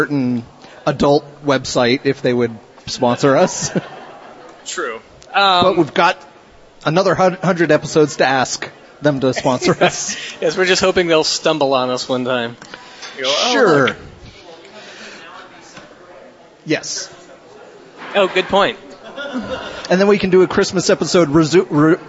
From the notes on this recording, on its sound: LIVE at Big Bobs Burgers. Questions comments concerns from audience.